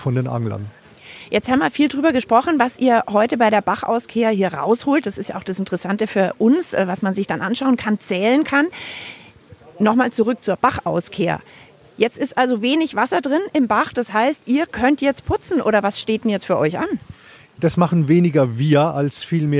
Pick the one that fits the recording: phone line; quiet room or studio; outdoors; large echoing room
outdoors